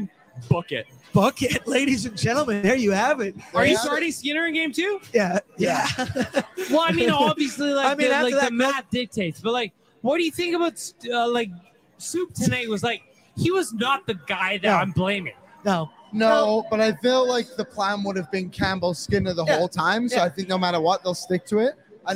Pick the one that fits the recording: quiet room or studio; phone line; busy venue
busy venue